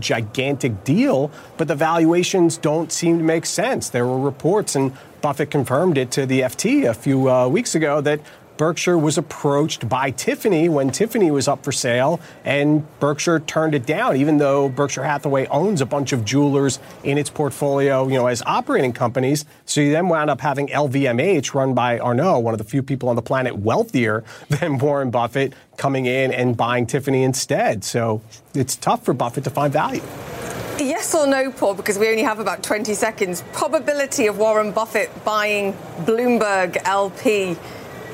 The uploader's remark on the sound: live from the New York Stock Exchange